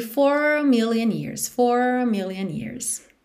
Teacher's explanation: Esse A de a million years não é muito destacado